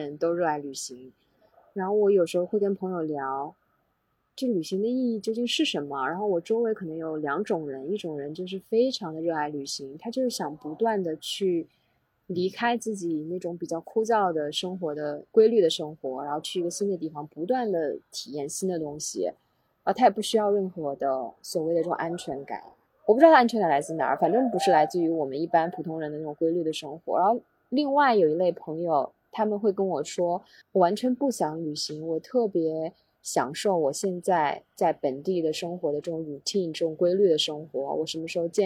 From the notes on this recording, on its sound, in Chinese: 两位主播在泰国相聚了。我们在普吉岛酒店的泳池边，对着小小的录音笔，第一次面对面录制了播客。